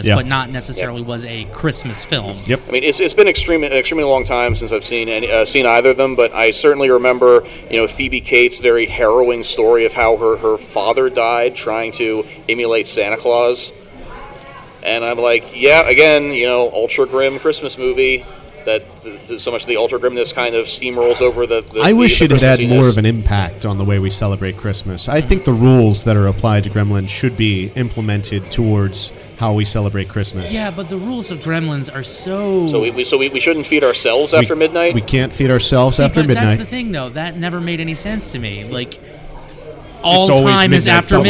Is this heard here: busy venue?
yes